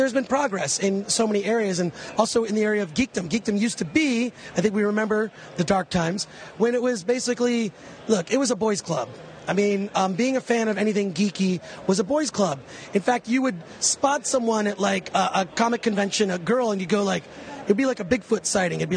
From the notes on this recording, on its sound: On Sunday Star Wars Celebration VI started to wind down. Recording all about it at The Force United booth.